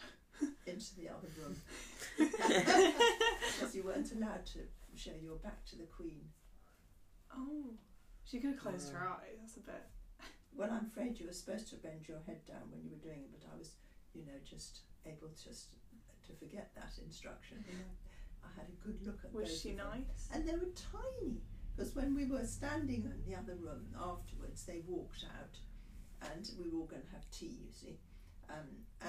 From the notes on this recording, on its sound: She does talk very quietly. We’ll get the sound right eventually.